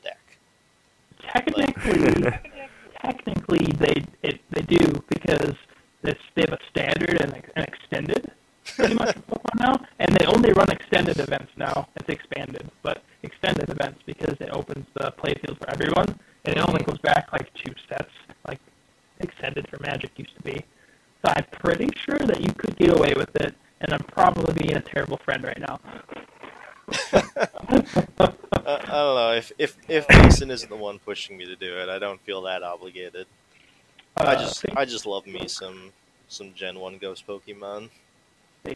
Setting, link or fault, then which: fault, poor sound quality